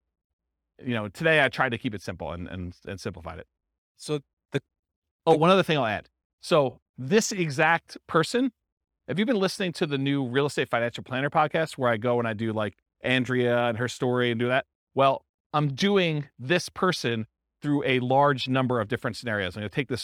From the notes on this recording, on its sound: This was a live class recorded.